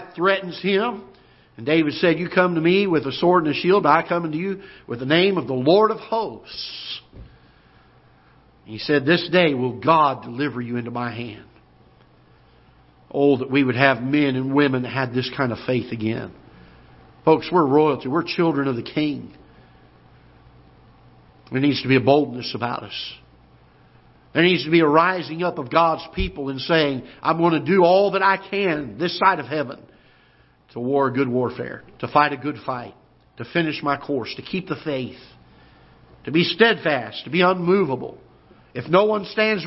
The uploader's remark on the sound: Ketha Heights Baptist Church ~ Live Broadcast